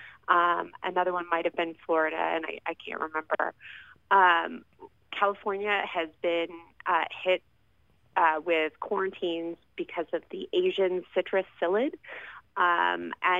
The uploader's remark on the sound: Otherwise, its a fabulous phone call questions show.